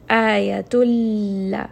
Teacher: There is no sound of نون، no غنة. Simply take that نون sound and bring it and merge it completely with the letter لام. · Term: إضغام without غنة